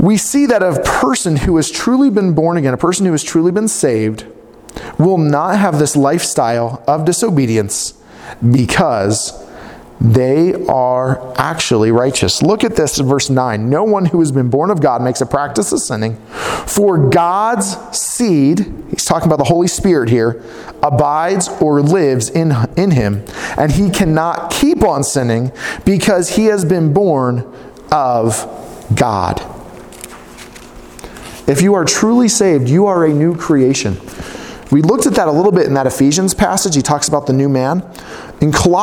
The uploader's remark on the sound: preaching at Lifepoint Church in Farmington on Sunday, 3/8/2020.